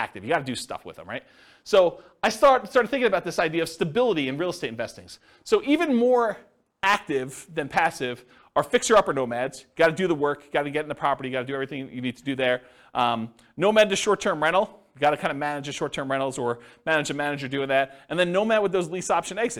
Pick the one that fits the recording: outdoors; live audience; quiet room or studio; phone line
live audience